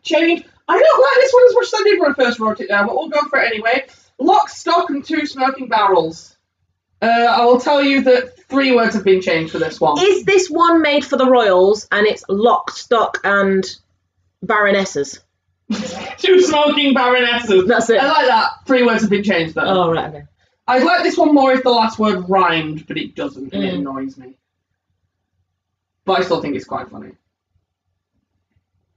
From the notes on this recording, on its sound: We are aware that the audio quality is not brilliant. The laptop we are using was recording the audio through it's in-built microphone rather than the external microphones we had set up.